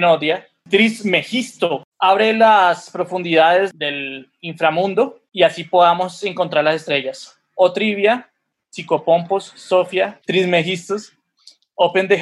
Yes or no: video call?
yes